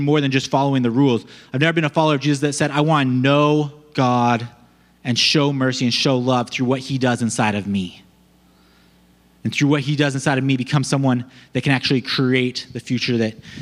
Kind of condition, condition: setting, large echoing room